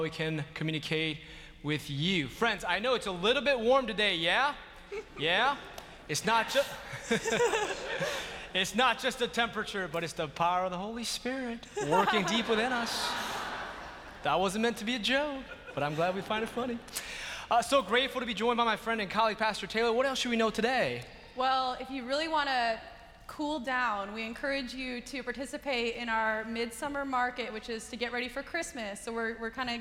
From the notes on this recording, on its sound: 11 AM Worship at Myers Park. Live from Myers Park United Methodist Church in Charlotte, North Carolina.